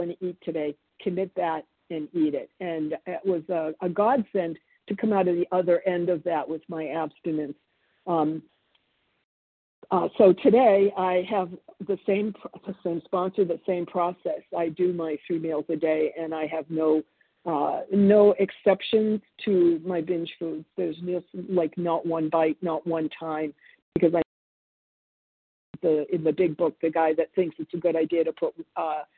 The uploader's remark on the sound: 100 Pounders Phone Meeting